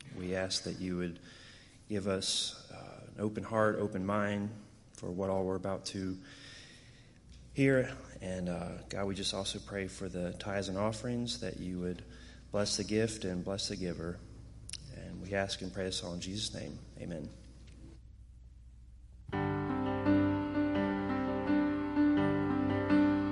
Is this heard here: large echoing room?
yes